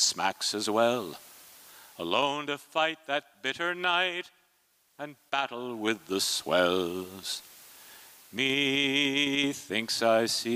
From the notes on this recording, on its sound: performance was recorded at the Liberty Theatre on Friday, February 24th, 2023.